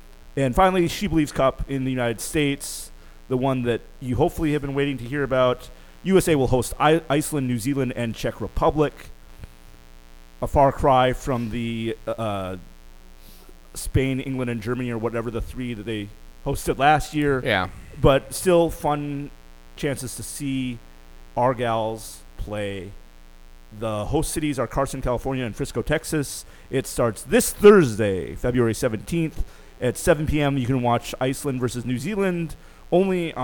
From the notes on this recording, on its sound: Well, we tried to get together and do this thing in person again and we ran into some technical difficulties. Apologies for a slight buzz.